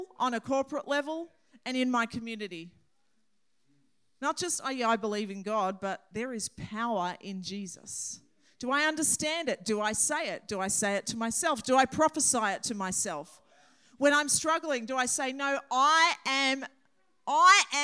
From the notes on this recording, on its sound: This message was recorded on 08/10/2023 during the 10am Sunday service.